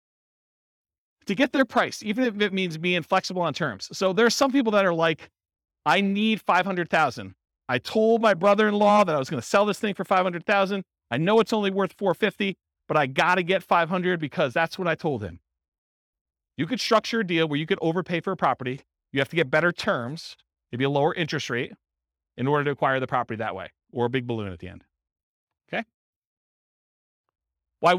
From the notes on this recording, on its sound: This was a live class recorded